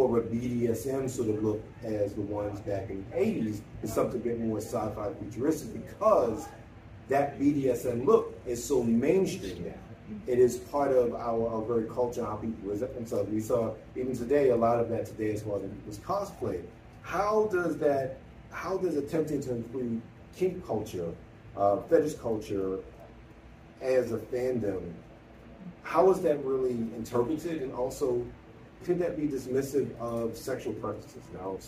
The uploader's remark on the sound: The live panel from Blerdcon 2023. The interactive discussion between panelists and attendees.